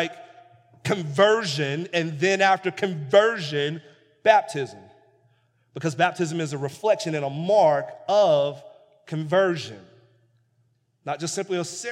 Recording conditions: large echoing room